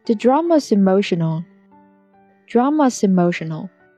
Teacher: S 和 emotional 需要连读